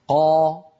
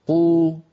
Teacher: أليس قا كمية الهواء التي تملأ الفم أكثر من كمية الهواء في قو